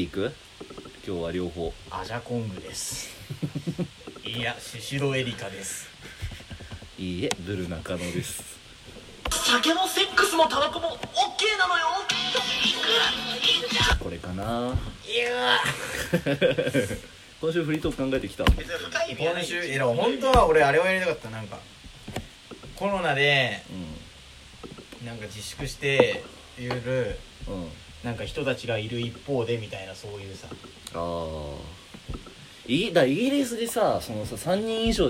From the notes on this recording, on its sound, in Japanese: 非常にノイズが入っていますが御了承ください。